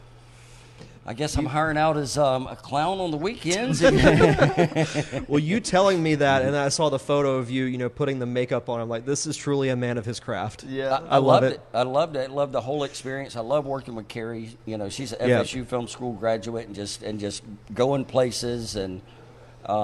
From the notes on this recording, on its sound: Live from the Imogene Theater in Milton, Florida!